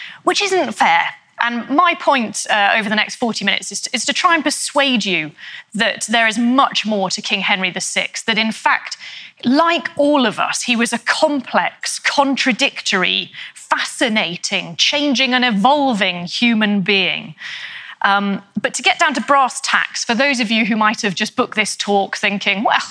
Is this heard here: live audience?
yes